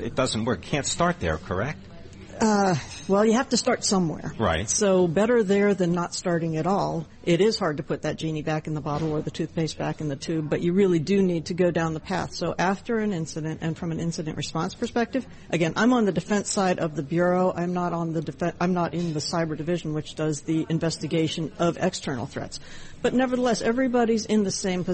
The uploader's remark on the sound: Broadcasting Live from the Bloomberg Breakaway Summit in NYC.